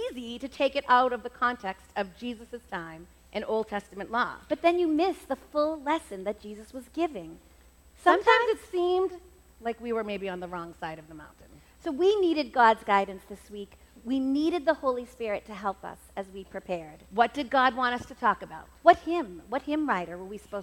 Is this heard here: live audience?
yes